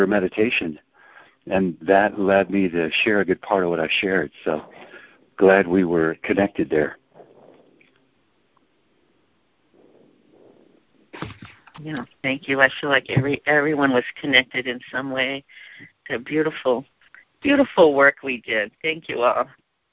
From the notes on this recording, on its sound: ACIM Saturday “Practical Application” Conference Call. On this call, the participants share the shifts in perception they have as a result of applying the principles of A Course in Miracles in their lives.